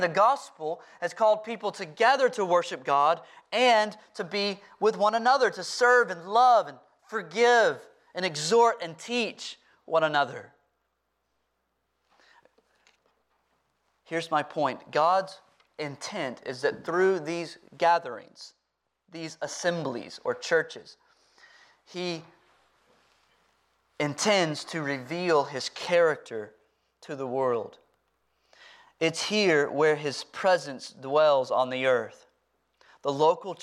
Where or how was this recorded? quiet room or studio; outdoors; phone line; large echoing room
large echoing room